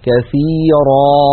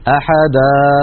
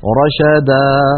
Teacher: مد العوض كما نرى هو التعويض عن تنوين النصب حالة الوقف بألف تمد بمقدار حركتين